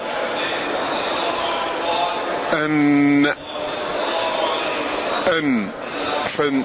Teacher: نعم، ويخرج منه حرف واحد وهو النون الساكنة المظهرة أن. فالنون مخرجها من رأس اللسان حينما يصطدم بلثة الثنايا العليا أن أن. فرأس اللسان حينما يصطدم باللثة واللثة هي منبت الأسنان فحينما يصطدم رأس اللسان بلثة الثنيين العليين هذا مخرج النون أن أن.